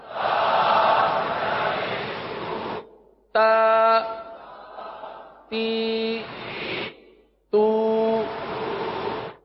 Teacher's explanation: کھڑی حرکات کو بھی ایک الف تک کھینچ کے پڑھیں گے